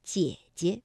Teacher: 第二个姐呢，就要变成轻声了，读得短促而轻。那么，姐姐本来啊，这个赏声也应该读214，姐。但是当连读的时候，第一个姐呢，我们就把它读成21，姐姐。好，接下来呀，我们就来听成语“三人成虎”的故事。虎是个赏声字，那和它不同的读音相连是如何变调的？你来留意一下吧。三人成虎，让人信；众口铄金，谣言尽。咱们今天